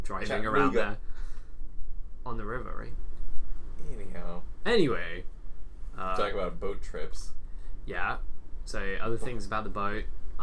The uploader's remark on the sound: This very special episode comes from a cruise ship! We brought our microphone along with us on a cruise to Alaska. Haven't you always wanted to hear the dulcet tones of a foghorn interrupt your podcasting experience?